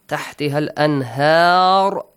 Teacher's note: starts with همزة الوصل so you skip همزة الوصل plus skip the مد ألف مد just directly join the ها to لام